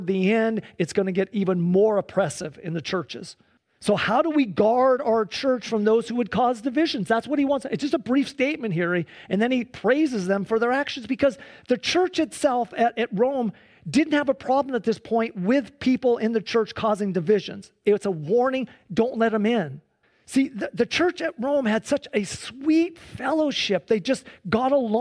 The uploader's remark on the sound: Sunday church service livestream